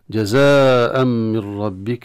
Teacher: فيدغم التنوين في الميم وهذا بالغنة. ومن ربك مرة أخرى النون الساكنة تبعد هراء كذلك إدغام، وهذا إدغام كذلك من غير غنة وإدغام تام، لأن ندغم النون بالكلية في الراء فلا أثر للنون في الراء، تصبح الراء مشددة كحرف مشدد في أي موضع آخر.